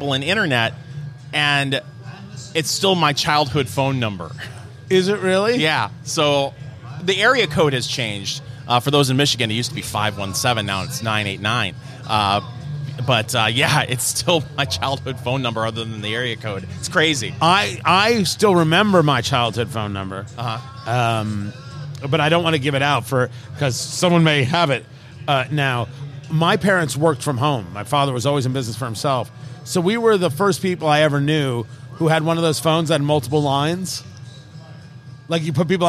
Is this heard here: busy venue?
yes